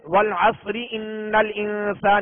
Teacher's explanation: اور اگر وقف نہیں کریں گے والعصر ان الانسان یوں پڑھیں گے تو را کی پھر اپنی اصلی کیفیت کو دیکھیں گے، اصلی حالت کو دیکھیں گے کہ را کے نیچے زیر ہیں، لہذا اس را کو باریک پڑھیں گے. اور وقف کریں گے تو را ساکن سے پہلے والا حرف ساکن اور اس سے پہلے والے حرف پر زبر ہے تو اب اس کو پر پڑھیں گے.